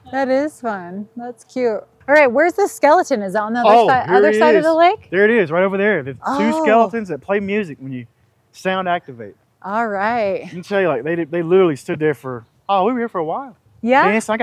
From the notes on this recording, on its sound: Take you on a walking tour of the island in Daybreak, Utah to visit Barbie Land!